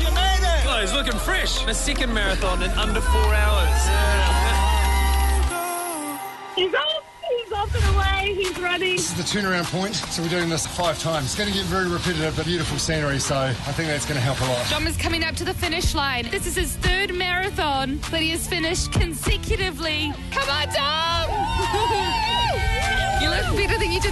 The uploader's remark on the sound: JBS are live at the finish